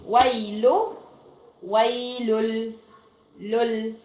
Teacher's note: واو ياء لام مضمومه نون ساكنه لكل، يبقى ايه اللي هيحصل؟ صوت النون ده مع اللام هيبقى ادغام بدون غنه، والضمه اللي فوق اللام لسه موجوده